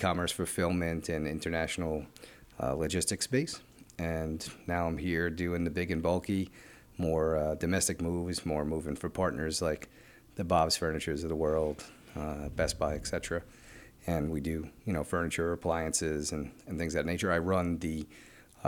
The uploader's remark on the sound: Audio/Video Captured at the Event by Encore